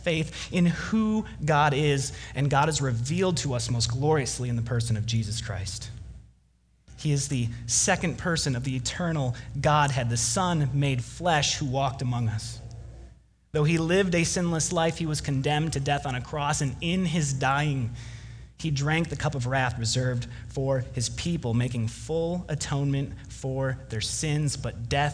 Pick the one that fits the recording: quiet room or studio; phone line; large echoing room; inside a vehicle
large echoing room